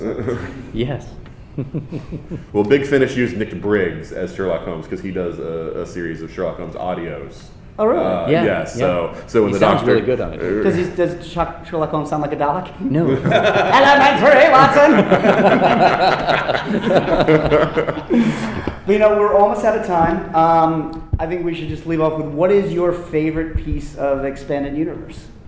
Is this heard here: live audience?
yes